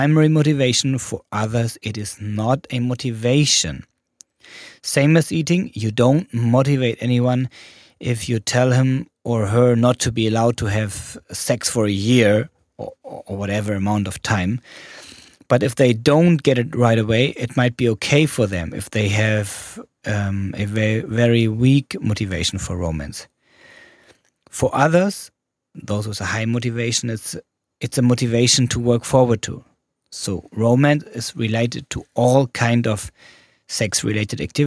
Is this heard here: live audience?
no